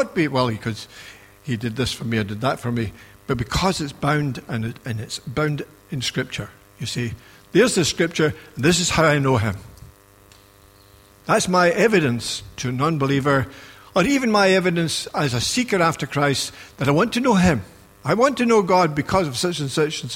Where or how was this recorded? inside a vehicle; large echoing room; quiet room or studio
large echoing room